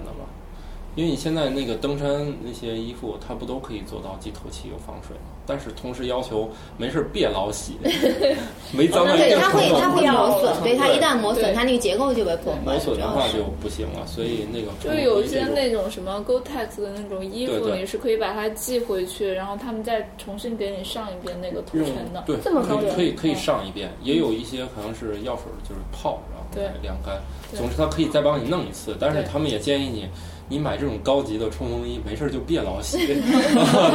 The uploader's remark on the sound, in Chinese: 本期节目为在张大妈办公区用录音笔录制，可能有街道上的杂音，请见谅。